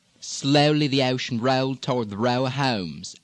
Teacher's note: in parts of the South, you have the long O gliding forward to O.